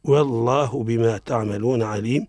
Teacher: لفظ الجلالة، حكمها التفخيم. التفخيم لماذا؟ لأن ما سبق سبق بفتح، أي أشقاله، وفخم اللام من اسم الله عن فتح أو ضم كعبد الله.